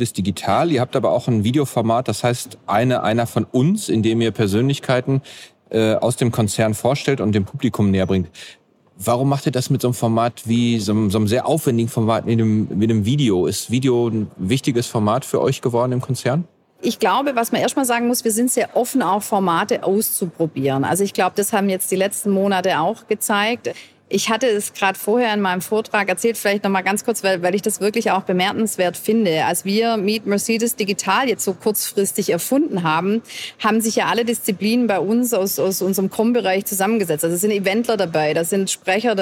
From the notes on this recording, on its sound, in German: KKongress-Special 2020. Live vom KKongress.